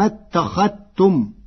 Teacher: قرأ ورش كلمة اتخذتم بإدغام الذال في التاء فتصير ثم اتخذتم، والإدغام والإظهار لغتان عند العرب.